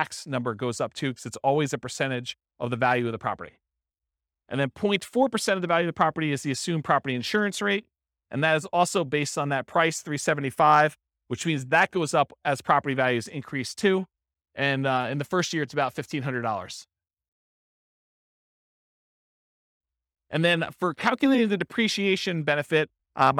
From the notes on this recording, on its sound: This was a live class recorded